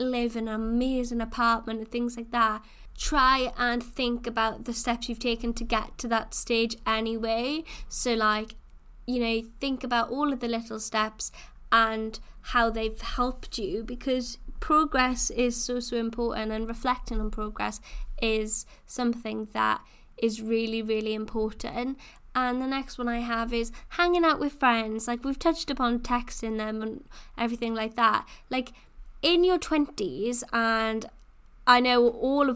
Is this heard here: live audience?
no